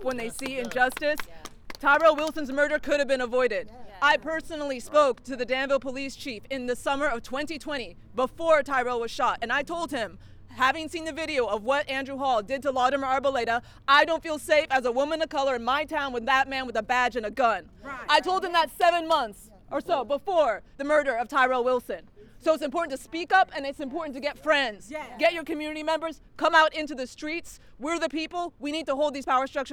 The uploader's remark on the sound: We will close out the show with some sounds from outside the Contra Costa County Superior court and District Attorneys office in Martinez. We will close out the show with some sounds from outside the Contra Costa County Superior court and District Attorneys office in Martinez as family members react to the sentencing.